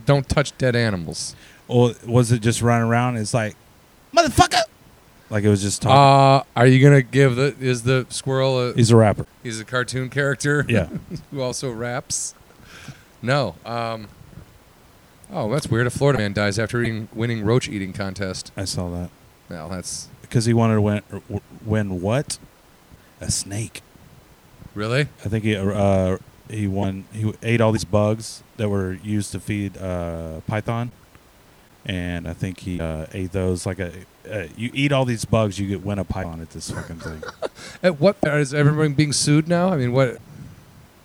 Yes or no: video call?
no